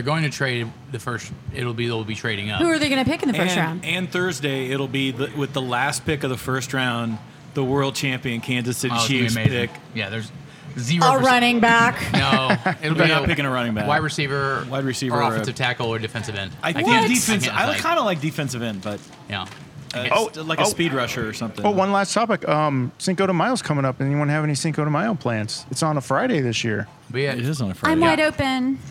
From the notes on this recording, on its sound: GUY’S BROADWAY BODEGA! On Location! To taste test the tasty tacos at the new GUY'S BROADWAY BODEGA in the Crossroads. At the confluence of Broadway and Southwest Boulevard.